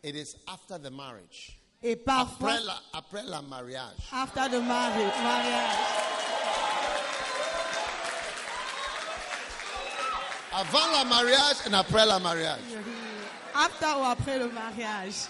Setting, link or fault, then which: setting, live audience